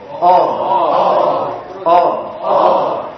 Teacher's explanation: Ketika antum mengucapkan O, itu lidah bagian belakang antum naik gitu.